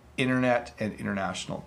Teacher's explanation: So in casual conversation and in formal conversation, if you are speaking quickly, you would soften that T and you would say internet and international